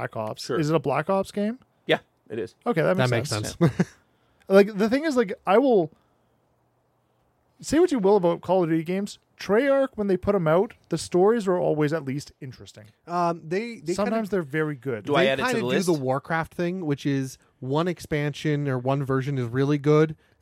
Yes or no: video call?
no